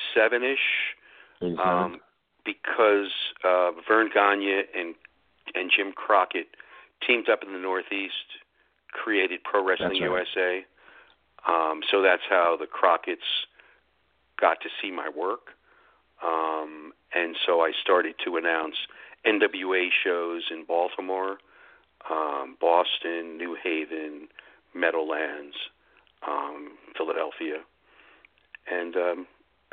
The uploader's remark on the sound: we'll be taking your calls live!